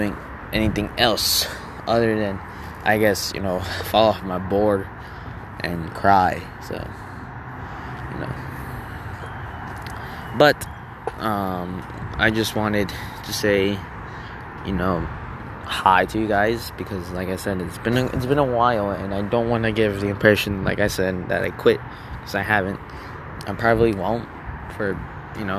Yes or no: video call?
no